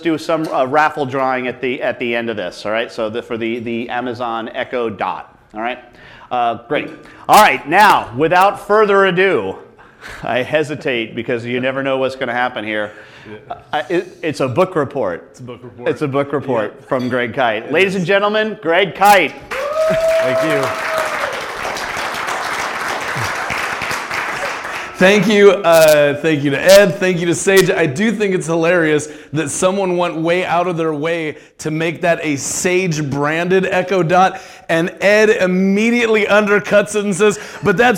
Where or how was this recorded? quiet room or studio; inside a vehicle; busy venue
busy venue